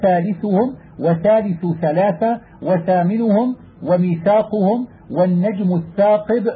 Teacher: وإذا وقع بعد الثاء ألف لفظ بها مرققة غير مغلظة، كما يلفظ بها عند حكاية الحروف إذا قلت تاء ثاء، وذلك نحو ثالثهم وثالث ثلاثة وثامنهم وميثاقهم والنجم الثاقب وشبهه، تلفظ بها غير مغلظة.